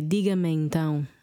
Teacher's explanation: the E from me in diga-me, and then the E from então, I think we just pronounce one E if we were saying it, you know, really, in real life, we would say diga-me então.